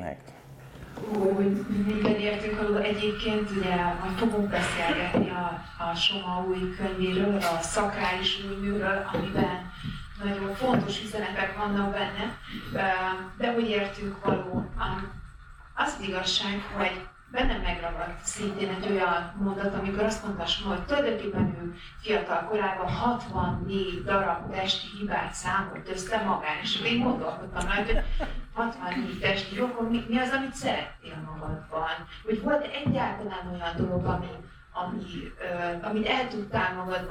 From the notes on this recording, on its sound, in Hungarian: A fantasztikus közönségnek, hogy megtöltötték a teret, az Apolló mozinak, hogy otthont adott az ÉNIDŐ - A LÉLEKTÉR LIVE beszélgetésnek.